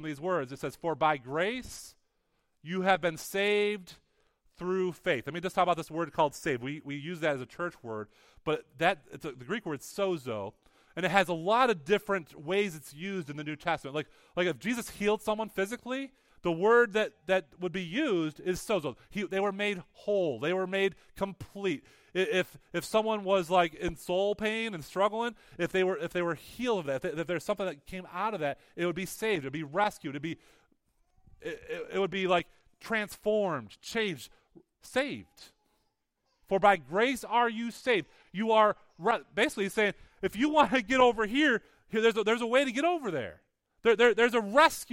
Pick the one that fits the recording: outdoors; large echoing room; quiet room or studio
large echoing room